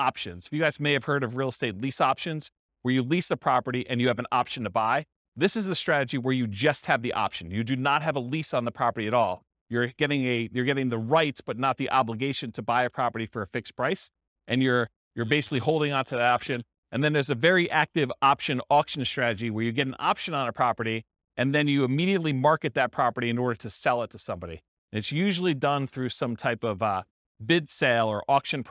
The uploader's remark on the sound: This was a live class recorded